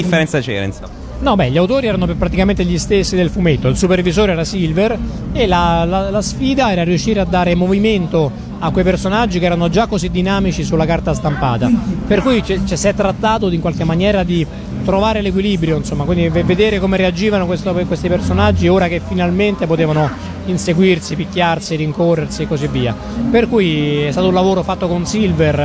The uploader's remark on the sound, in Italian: intervistato a Lucca Comics & Games 2013